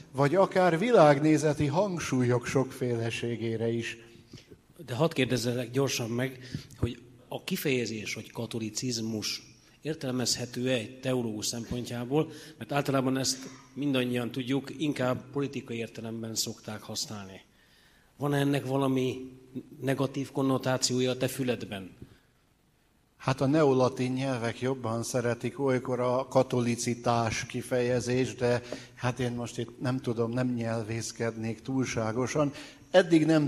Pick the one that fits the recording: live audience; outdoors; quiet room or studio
live audience